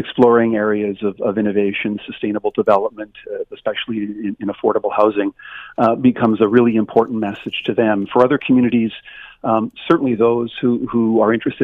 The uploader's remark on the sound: opens the phone lines to hear your take on this